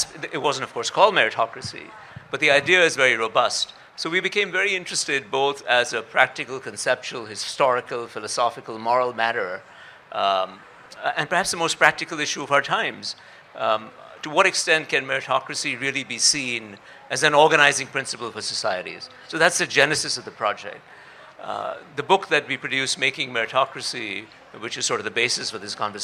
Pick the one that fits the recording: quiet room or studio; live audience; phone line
live audience